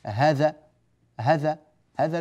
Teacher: هذا، هذا، ها، هذه حركتان، ذا، هذه حركتان، هذا، حركتان، حركتان، جميل. طيب نقصر هذه الحركتين، ما الذي يصدر معنا؟ تذهب الألف تماما، تصير هذا، هذا، هذا، لم يعد هناك ألفا، لم يعد هناك ألف هنا، هذا، هذا.